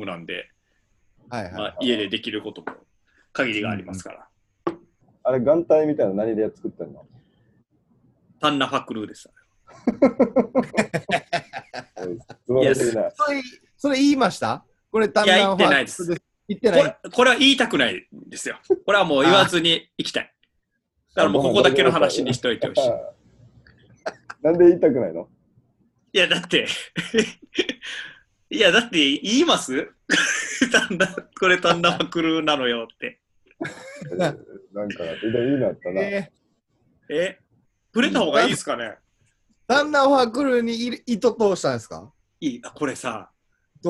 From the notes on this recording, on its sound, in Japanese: なかなか3人で集まれない中、このご時世らしくZOOMでステイホームしながら風を吹かせてみました。